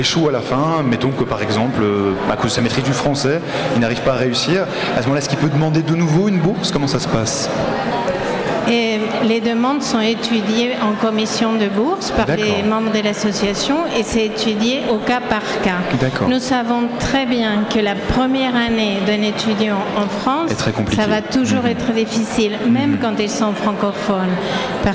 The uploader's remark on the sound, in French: A l'occasion de la Nuit des Etudiants du Monde (NEM), la Matinale est en direct de l'Hotel de Ville de Paris.